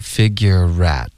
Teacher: figure 跟 at 我们要连读， figurerat，有一个 rat 的音连过去了